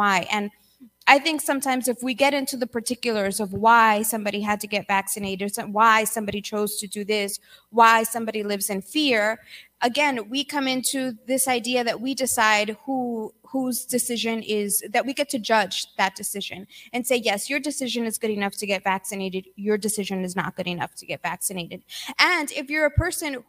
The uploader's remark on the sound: Spoke at The Greater Reset 3: Integration Conference in Austin Texas.